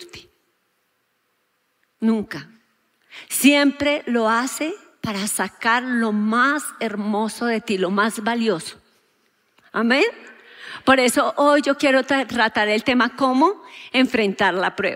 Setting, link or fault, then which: setting, large echoing room